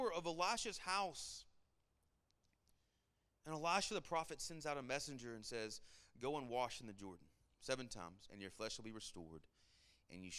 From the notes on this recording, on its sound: Sermon Audio from our Worship service